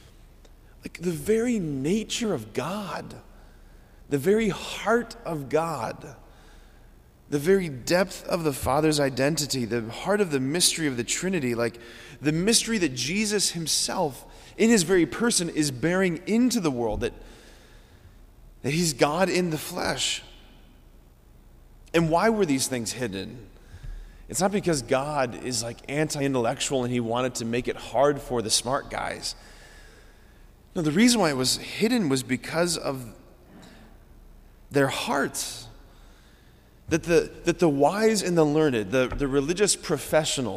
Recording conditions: large echoing room